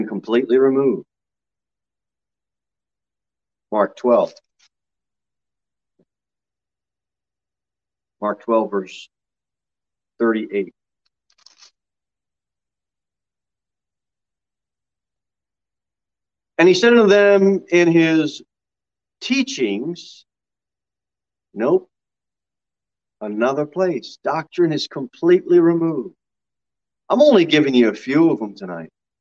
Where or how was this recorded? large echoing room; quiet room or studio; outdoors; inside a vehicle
large echoing room